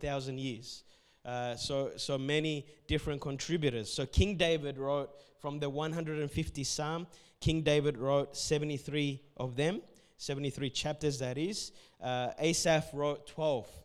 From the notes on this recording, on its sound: Sunday Service preaching recorded on the 24th of November